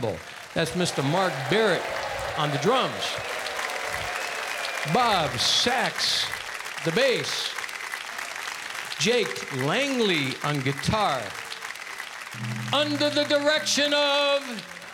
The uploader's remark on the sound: Live at the South Point Casino